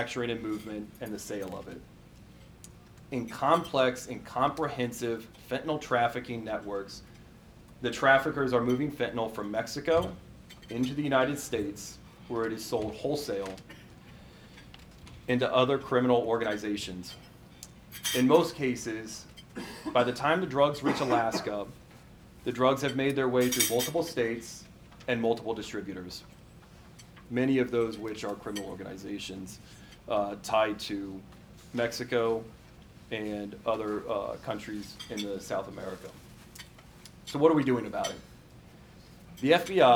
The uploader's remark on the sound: Recorded live at an event titled “Discover the Truth about Fentanyl in Alaska,” that was hosted January 26, 2024, by the FBI Anchorage Citizens Academy Alumni Association and held at the Petroleum Club of Anchorage.